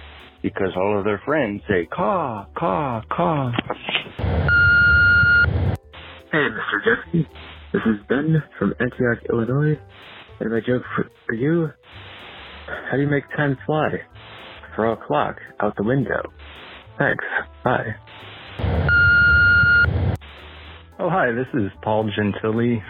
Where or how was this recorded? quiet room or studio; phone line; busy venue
phone line